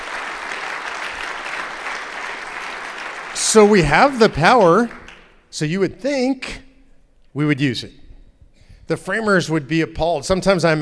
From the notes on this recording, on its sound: In part 2 of his talk at Living Stones Church in Indiana